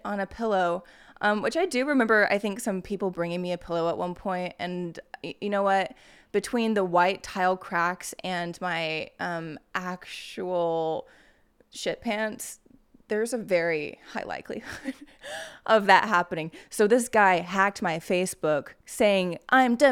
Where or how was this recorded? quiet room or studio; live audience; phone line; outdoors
quiet room or studio